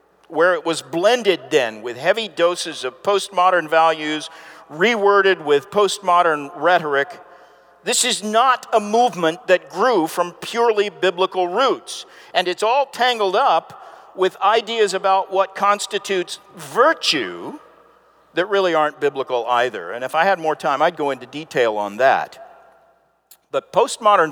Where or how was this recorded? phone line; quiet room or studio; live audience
live audience